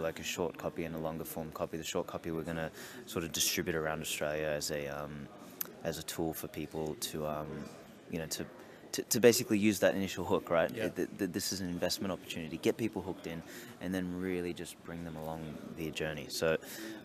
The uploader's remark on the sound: Interviews at Baltic Honeybadger Conference in Riga 2019.